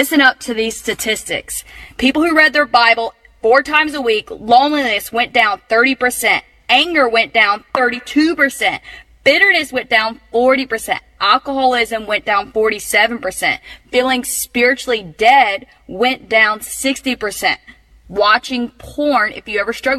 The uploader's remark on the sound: live at Freshwater Church on Sunday the 9th of July 2023